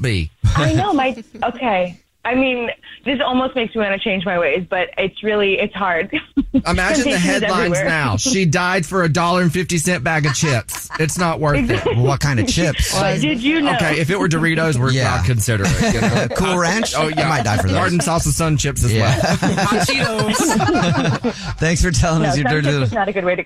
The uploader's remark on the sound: There is a woman on the phone